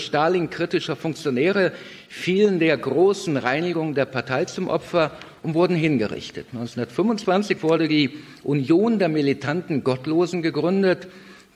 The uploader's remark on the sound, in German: Vortrag, der bei einer Veranstaltung von KIRCHE IN NOT in Kevelaer aufgezeichnet wurde